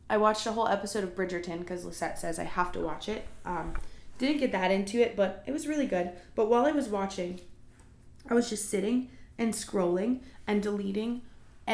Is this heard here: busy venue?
no